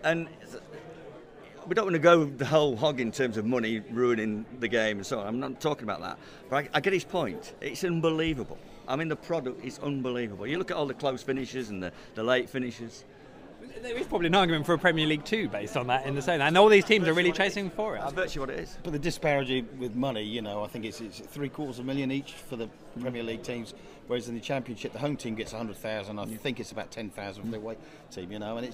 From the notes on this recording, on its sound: The PinkUn Show is LIVE from Carrow Road.